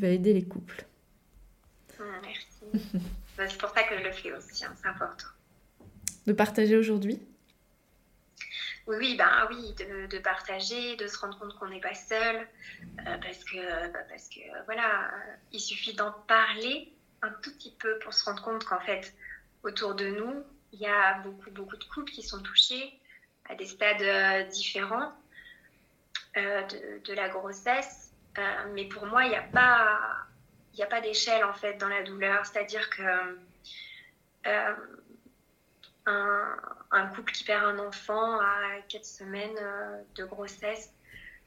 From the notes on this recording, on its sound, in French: J'ai eu le bonheur de partager un live Instagram